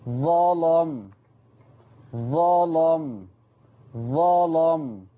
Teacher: صوت اللام مغلظ يعني أنت من أدائك اللام مش مرققة